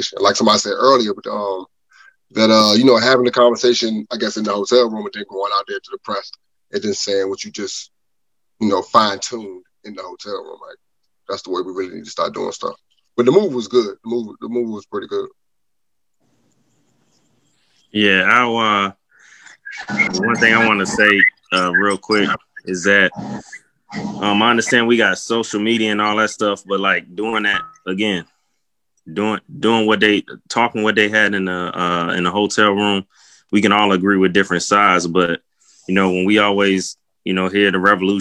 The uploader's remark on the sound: Zoom Conversation